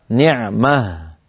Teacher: أغلب العرب تجعلها في الوصل تاء وفي الوقف هاء وفي الوقف هاء ساكنة